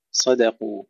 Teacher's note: ننتبه إلى ترقيق الدال وقد وقعت بين المفخمين الصاد والقاف